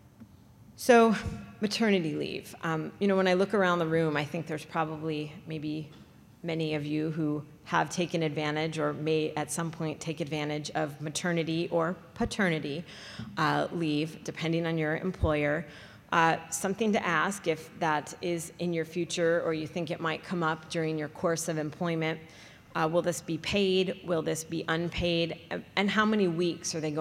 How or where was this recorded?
large echoing room